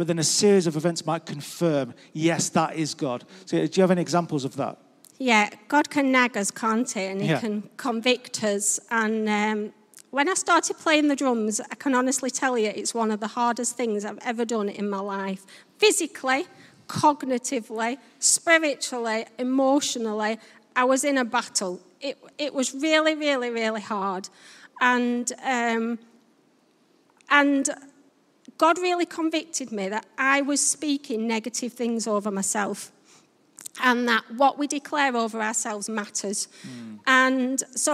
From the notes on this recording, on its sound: Recorded live at Life Church Lancashire 20th February 2021.